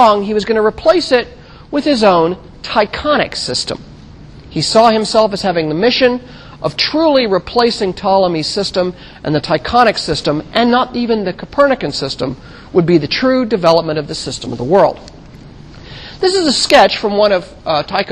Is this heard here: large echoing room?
yes